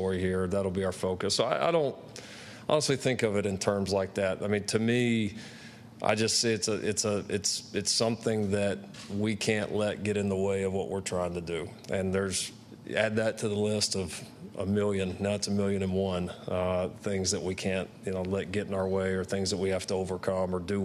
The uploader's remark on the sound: Media Day Press Conference